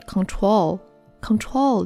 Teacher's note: 发这个 darkL，最重要的一点就是要把你的舌根往后拉